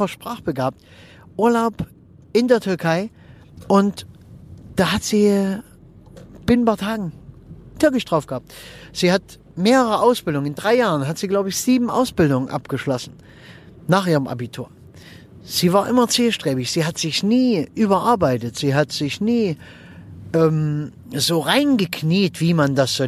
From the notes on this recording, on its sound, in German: wenn ich mit meinem Aufnahmegerät am Straßenrand im Auto sitze, wenn ich während der Autofahrt aufnehme oder sonstwie, dann ist die Aufnahmequalität etwas gemindert.